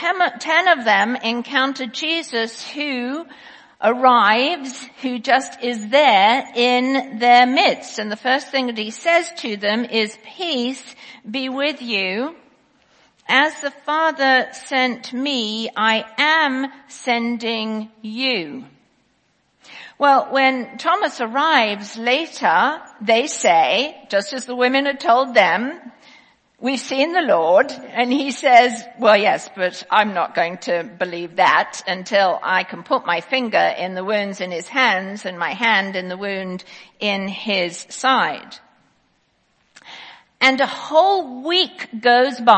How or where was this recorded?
large echoing room